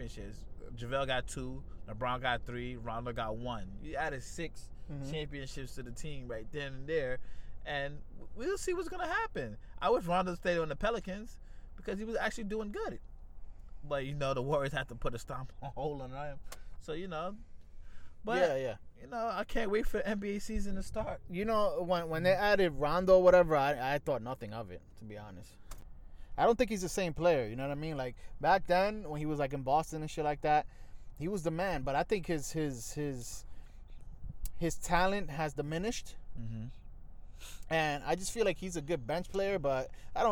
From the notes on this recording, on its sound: live from citi field parking lot